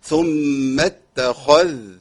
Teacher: الخاء هنا حرف مفخم تفخيم قوي جدا لأنها محركة بالفتح